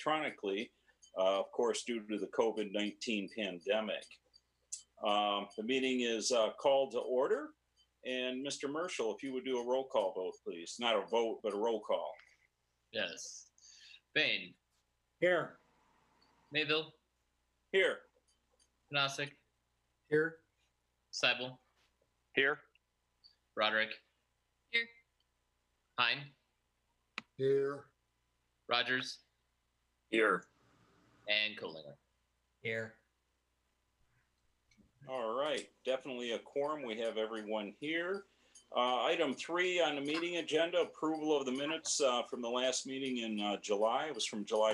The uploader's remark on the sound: This is a regular meeting of the City of Midland, Michigan Planning Commission. This was an online Zoom webinar brought to you the MCTV Network and the City of Midland.